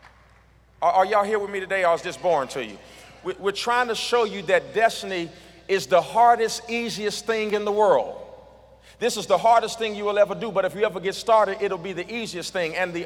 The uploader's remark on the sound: This segment was Originally recorded at The Lighthouse Church.